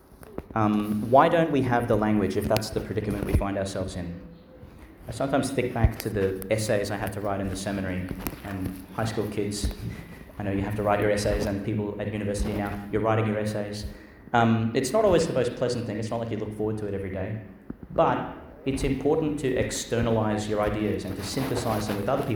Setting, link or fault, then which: setting, large echoing room